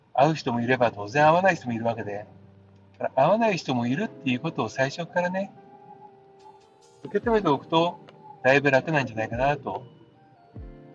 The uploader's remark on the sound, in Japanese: 今日は車の中から！